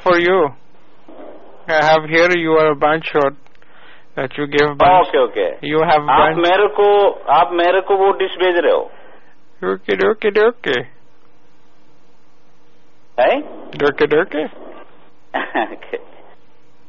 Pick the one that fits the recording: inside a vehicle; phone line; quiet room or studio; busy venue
phone line